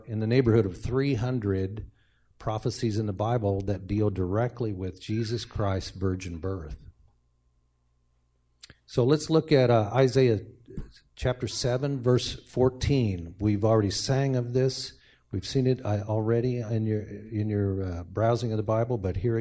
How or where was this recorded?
large echoing room